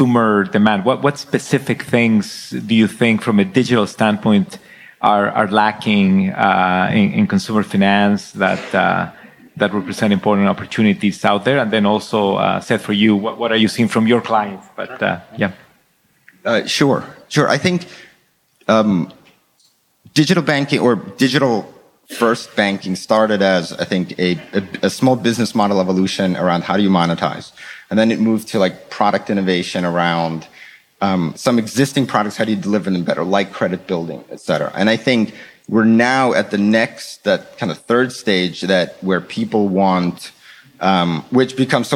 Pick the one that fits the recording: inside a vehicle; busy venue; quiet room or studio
busy venue